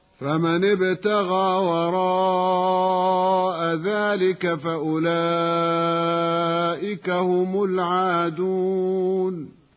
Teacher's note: ورواية حفص التي نتلو بها هنا يمد فيها المد المتصل بمقدار 4 أو 5 حركات